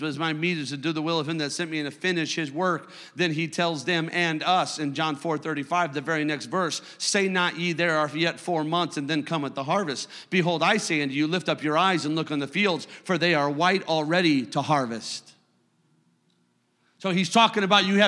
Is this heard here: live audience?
yes